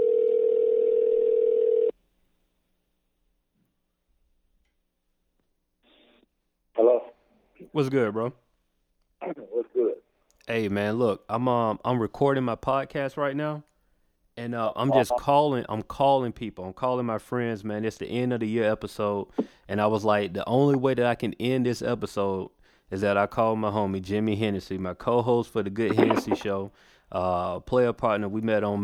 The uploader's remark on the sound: Instead of having people call in, I went through my phone and made a few calls to see who would pick up.